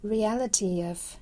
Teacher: 当后面又加了一个元音的时候，我们可以加一个 ye 的音